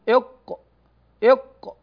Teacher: والمعنى أراد رحمه الله أن المخرج الخامس من المخارج 17 والأول من مخارج اللسان هو أقصى اللسان، وهذا المخرج يخرج منه القاف، فالقاف تخرج من أقصى اللسان مع ما يحاذيها من الحنك الأعلى. الحنك الأعلى هو سقف الفم، سقف الفم.